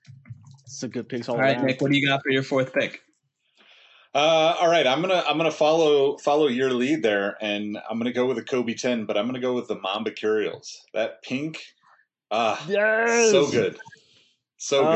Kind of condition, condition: link, video call